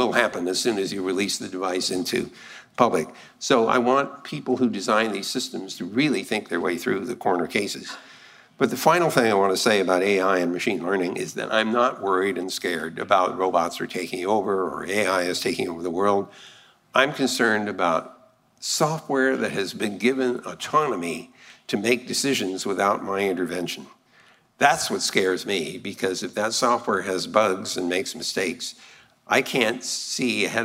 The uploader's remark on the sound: the full Shannon Luminary Lecture